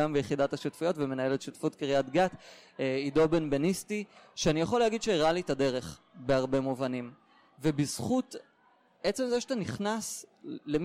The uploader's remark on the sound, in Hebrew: שהוקלטה באירוע השליחים החוזרים ב2019